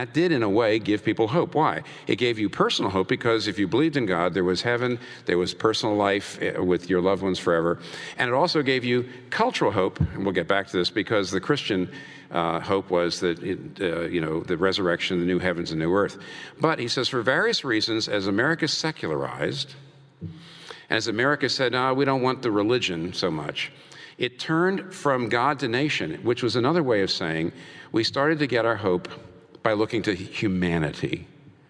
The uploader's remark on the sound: Was recorded before a live audience. In New York City.